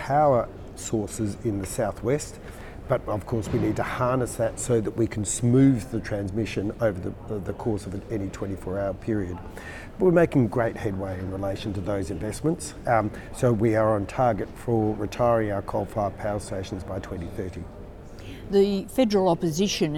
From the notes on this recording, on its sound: on the sidelines of the conference